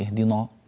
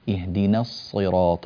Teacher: رقق النون، والسبب وجود صاد بعدها فتؤثر عندك على النون ولا يصح هذا التأثير · Shown in: second take